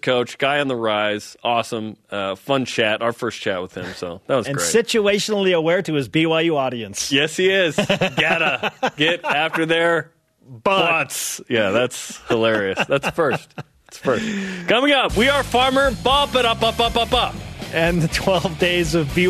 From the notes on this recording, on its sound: joined in on the phone